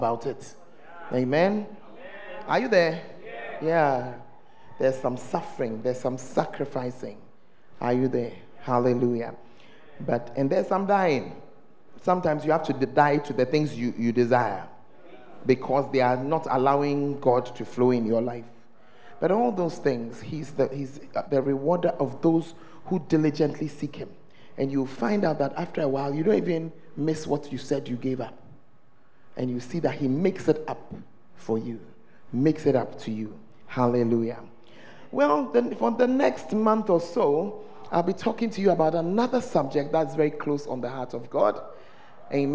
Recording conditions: large echoing room